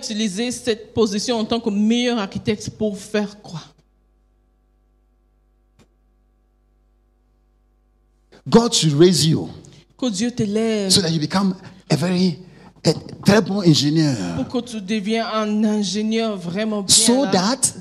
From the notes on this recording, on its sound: Preached during Joyful Hour Sunday Service Rabat